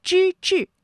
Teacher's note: 之志，这两个字啊都是翘舌音，它们的声母都是之